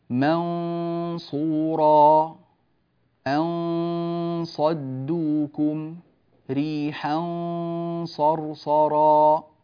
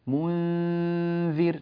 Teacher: لاحظوا الغنة كانت مفخمة في الصاد لكنها مرققة في الذال · Term: تفخيم الغنة